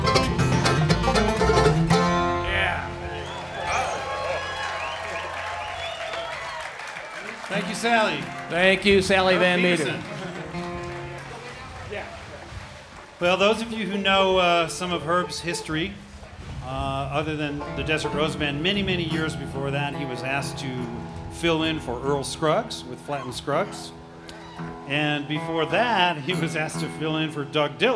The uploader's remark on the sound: The late Friday afternoon set at RockyGrass. As the weekend of music slowly unfolded in Lyons.